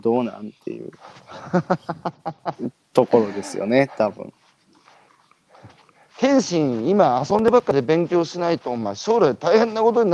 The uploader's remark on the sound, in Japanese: 歩くラジオ。歩きながら1時間、対談する。